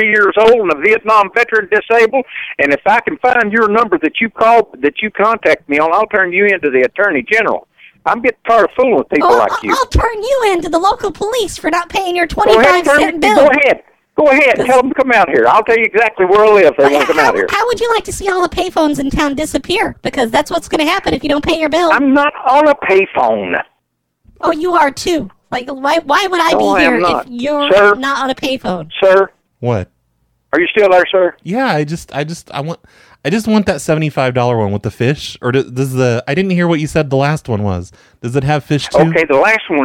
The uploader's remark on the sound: This show has crossed lines, weird connections, 1990’s phone operators popping in the line, and even a failed dial tone trick.